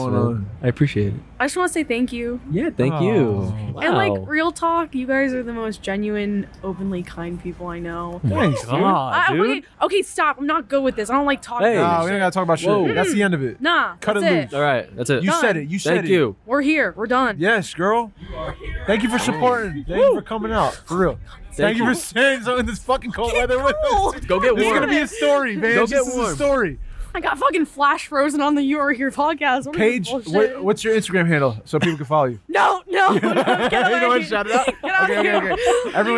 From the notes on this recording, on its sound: We are LIVE from The West in Williamsburg, Brooklyn on a special and chilly night. We bring on your favorite live guests from this past year and just have a very intimate, lovely time.